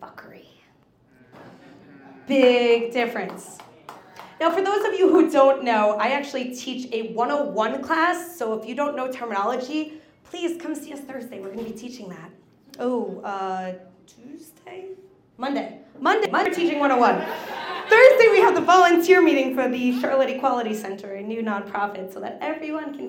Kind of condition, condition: setting, live audience